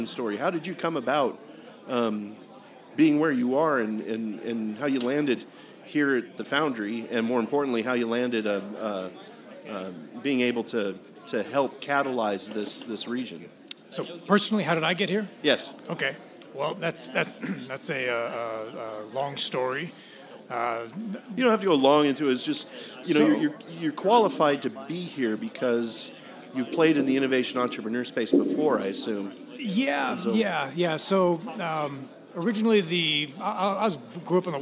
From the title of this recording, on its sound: Live before an Innovative Audience